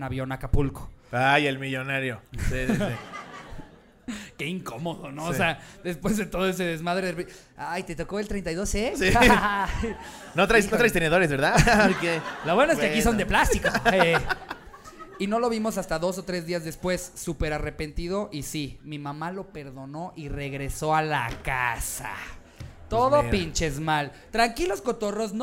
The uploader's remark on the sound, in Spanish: En vivo desde la CDMX